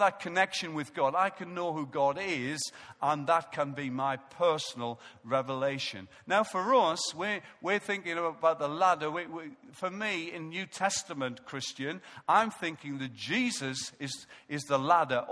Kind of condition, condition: setting, large echoing room